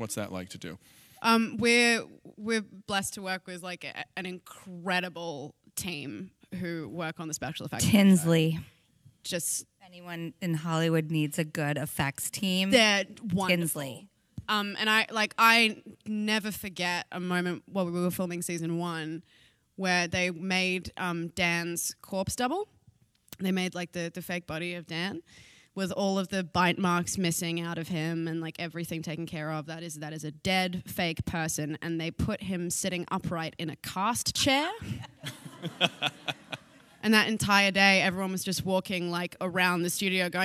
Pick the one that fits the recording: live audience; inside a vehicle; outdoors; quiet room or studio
live audience